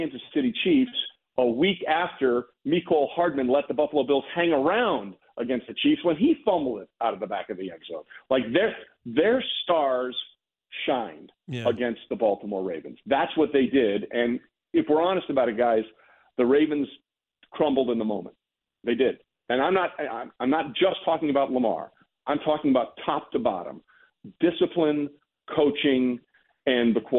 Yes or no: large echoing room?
no